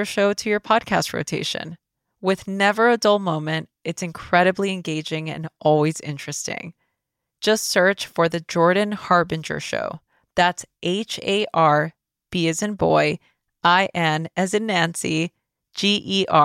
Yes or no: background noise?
no